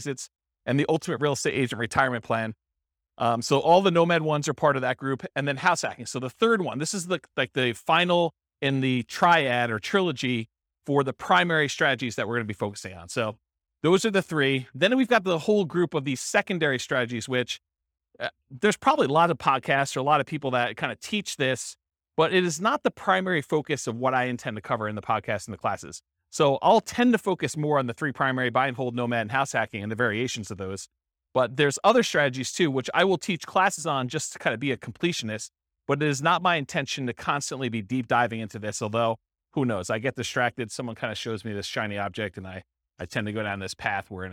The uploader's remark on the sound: This was a live class recorded